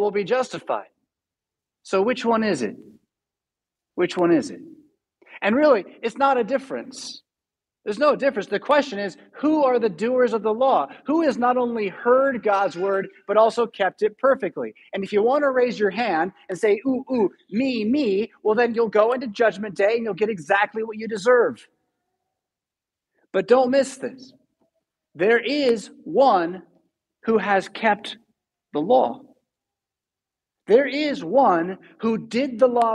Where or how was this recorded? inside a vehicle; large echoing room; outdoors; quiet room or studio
large echoing room